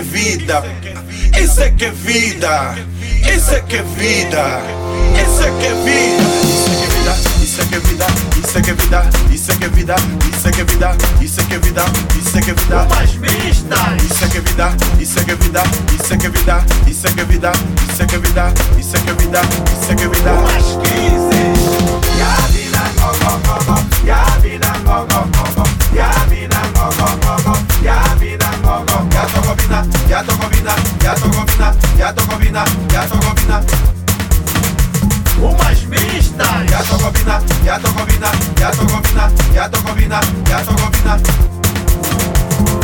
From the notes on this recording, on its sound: Raw Live DJ Set. During Masquerade Ball Party in Eclipse - Cork City - Ireland.